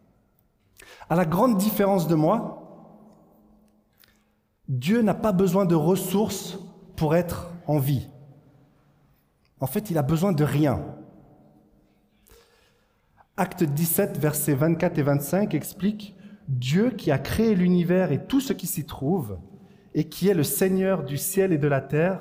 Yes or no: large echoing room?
yes